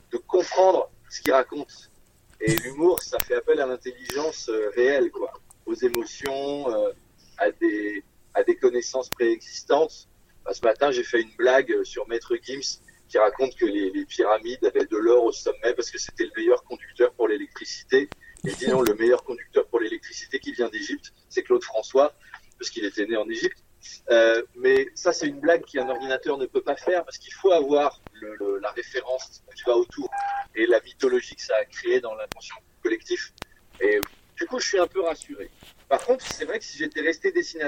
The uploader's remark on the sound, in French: Interview téléphonique